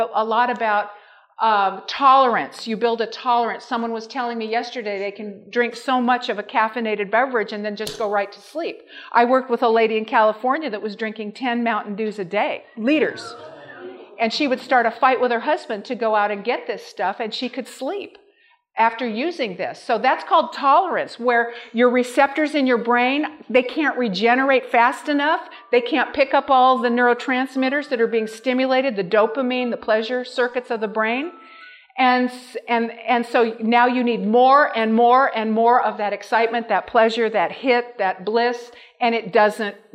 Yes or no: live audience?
yes